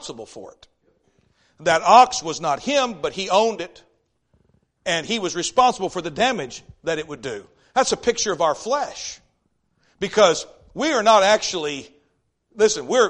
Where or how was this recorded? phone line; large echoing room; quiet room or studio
large echoing room